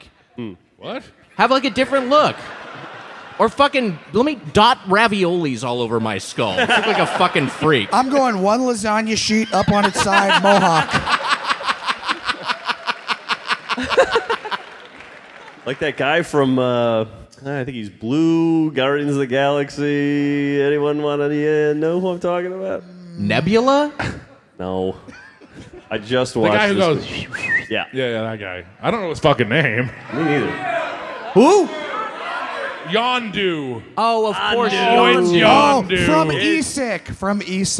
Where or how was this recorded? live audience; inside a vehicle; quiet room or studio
live audience